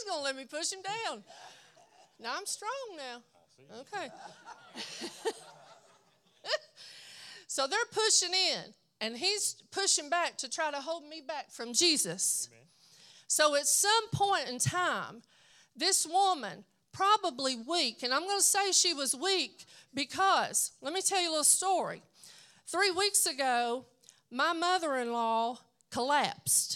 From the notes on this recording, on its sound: at Redeeming Grace Church of God for their BOND event.